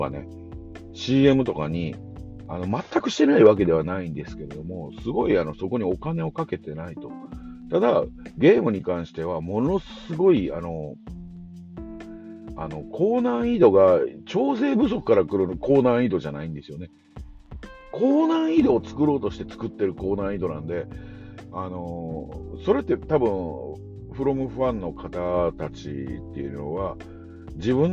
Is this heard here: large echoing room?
no